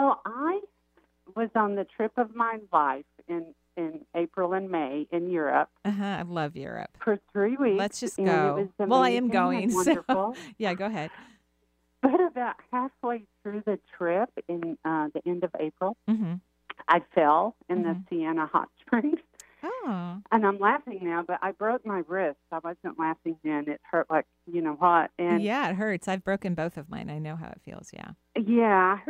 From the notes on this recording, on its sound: Today's call in show